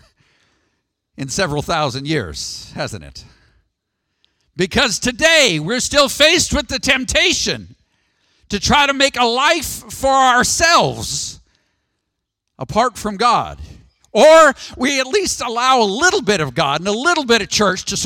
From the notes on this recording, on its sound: Sermon audio from the June 23rd, 2019 worship service.